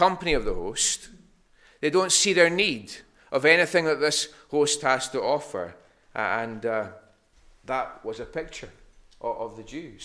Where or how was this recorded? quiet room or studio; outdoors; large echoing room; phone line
large echoing room